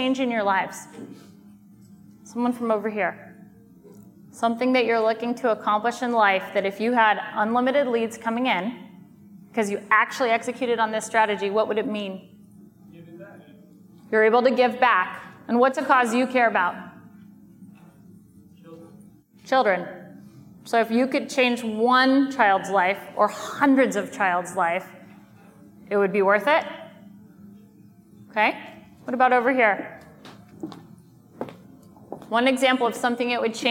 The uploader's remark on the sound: from the Lab Coat Agent Live event in San Diego